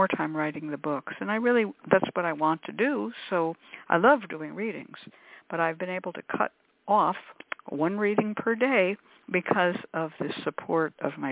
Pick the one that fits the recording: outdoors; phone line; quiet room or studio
phone line